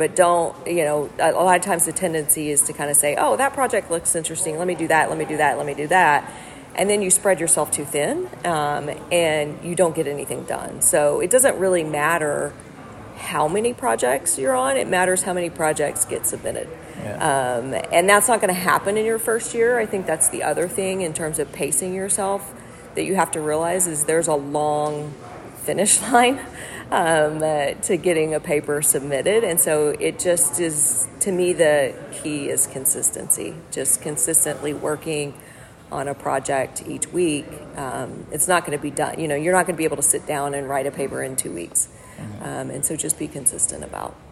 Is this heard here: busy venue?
yes